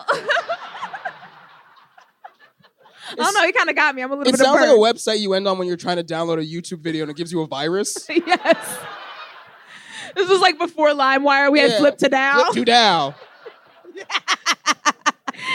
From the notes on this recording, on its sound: Scam Goddess Live in San Francisco. Scam Goddess Live at Sketchfest 2024. In the sold-out Cobb’s Comedy Club.